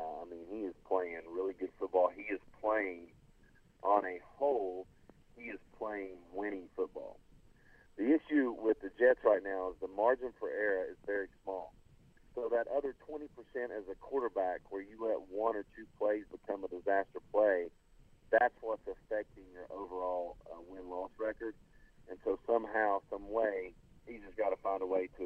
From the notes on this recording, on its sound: calls in from Kentucky